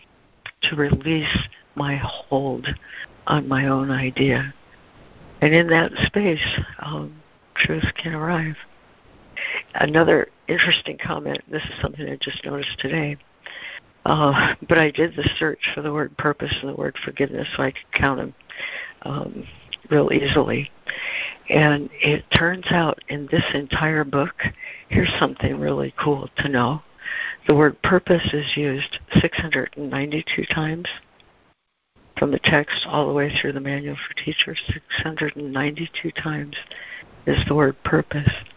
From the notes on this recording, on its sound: ACIM Daily Conference Call